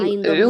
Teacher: أي عين عو، ضمة عو. امسكي مخرج العين أحسنتي، ثم أشركي مخرج أصل الحركة، وضم الشفتين